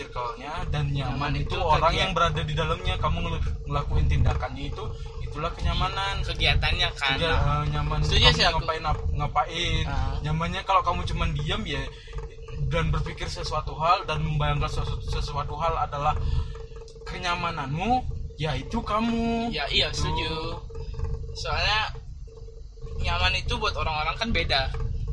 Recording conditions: background noise